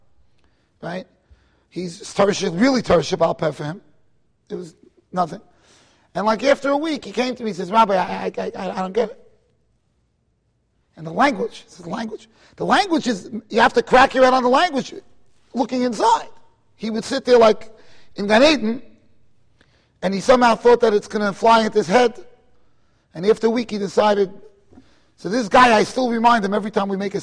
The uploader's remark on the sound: Shiur recorded in Kahal Ahavas Yitchok, Monsey NY.